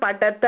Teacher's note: अत्र मध्यमपुरुषे बहुवचनं पठत इति अल्पप्राणतकारः एव